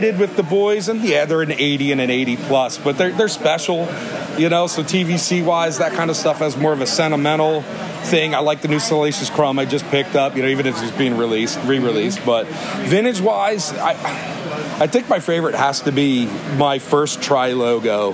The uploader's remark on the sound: Live From The Toys For The Ages Expo.